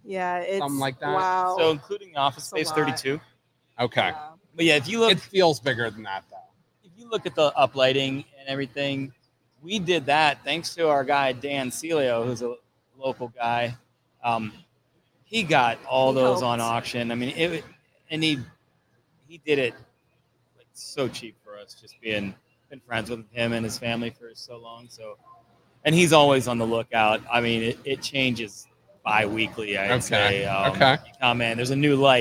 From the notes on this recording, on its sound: broadcast live from Penguin City Brewing!